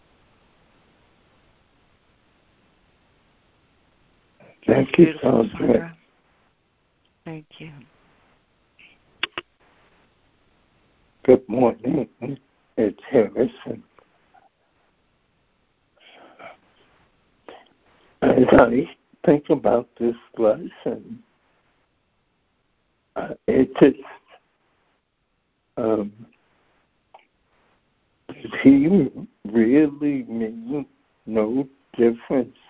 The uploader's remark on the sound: ACIM Daily Conference Call